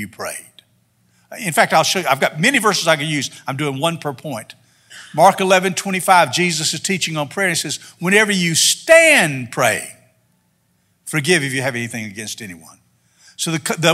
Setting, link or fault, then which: setting, large echoing room